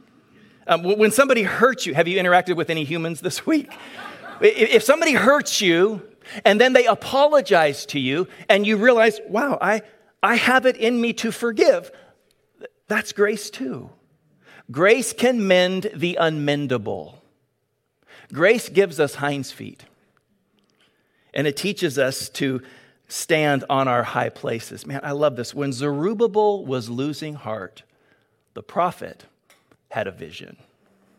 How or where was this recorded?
large echoing room